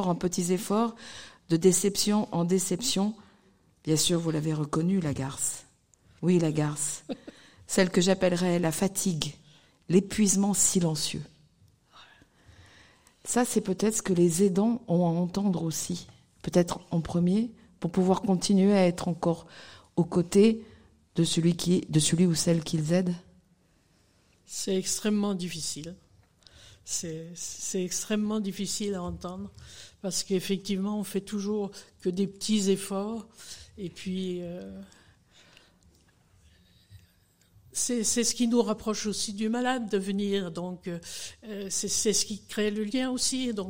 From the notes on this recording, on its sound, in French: Rencontre en public. À l'OPSIS de Roche-la-Molière.